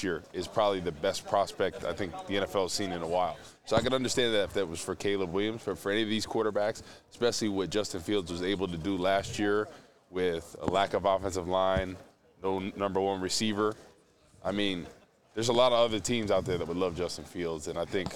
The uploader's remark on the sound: Live at the NFL Combine! Returns to Indianapolis on Day 3.